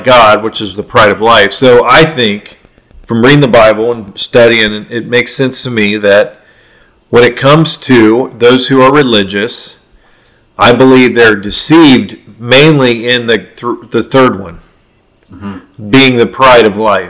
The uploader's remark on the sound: This is one of the first episodes we recorded, the quality of sound is not that great.